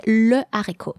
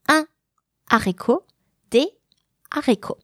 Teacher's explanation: So this is the difference between the mute H, which doesn't prevent anything, and the aspirate H, which is like an invisible wall and prevents the liaison